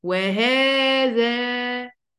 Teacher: الالف الصغير ده بيتنطق الف برضه، فبنقول ايه، وهذا، يبقى عندي في الاخر الف وعندي في النص ألف، الاتنين ألفات بيتنطقوا قد بعض بالظبط · Term: مد طبيعي